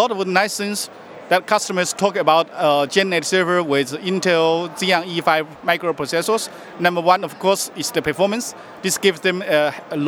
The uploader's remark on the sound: Live from HP Discover